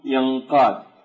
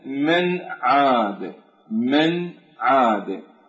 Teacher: النون الخفيفة، اللسان لا يمس اللثة فيها أو أصول الثنايا، بينما النون المتحركة اللسان يمس الثنايا